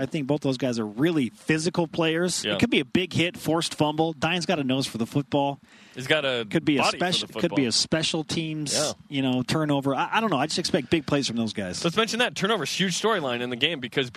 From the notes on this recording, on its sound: Live from Aloha Stadium. It is Bowl Game day.